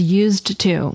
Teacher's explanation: the D and the T sounds between the words are easy to run together